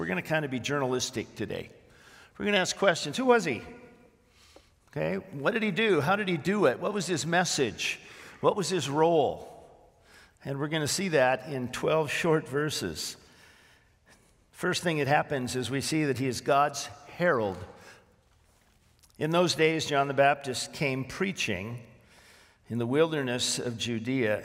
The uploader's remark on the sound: This sermon was originally preached on January 21, 2024, at Grace Baptist Church in Santa Clarita, CA